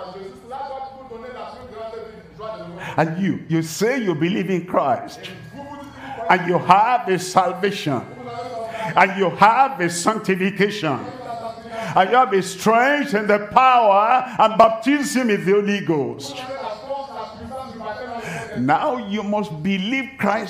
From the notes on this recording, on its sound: live from Douala, Cameroon